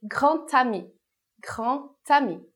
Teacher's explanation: a liaison vai produzir um som de T